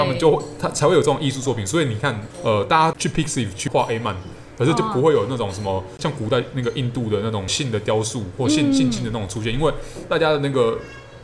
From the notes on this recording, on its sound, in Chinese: 本集白噪音指數：蚊風級 1/5。錄音地點： 豆手豆花 - Dozo Tofu Pudding。